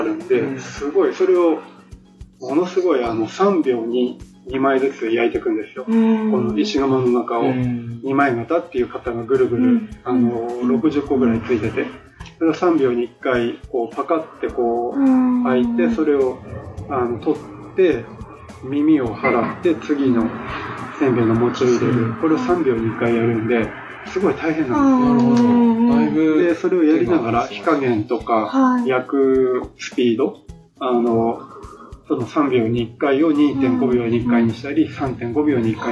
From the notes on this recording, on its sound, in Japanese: 南部せんべいの老舗 おいらせ町の「川越せんべい店」にお邪魔して出張収録！ただ、機材トラブルがあり、PC直接収録の為かなり音質が悪いです。。。更に、別録りしていたはずのエンディングトークデータが消えてしまいました。。。